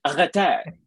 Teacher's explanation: In French, you practically gargle it, like arrête, right? In French, the R is all the way in the back.